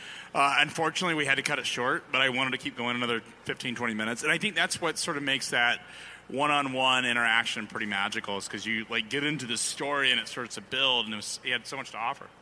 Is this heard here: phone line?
no